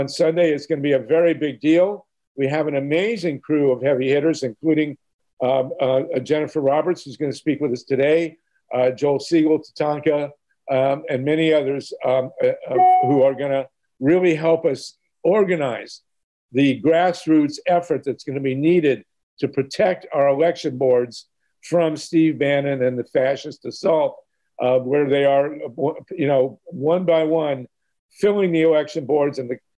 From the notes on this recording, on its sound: GREEP ZOOM #79.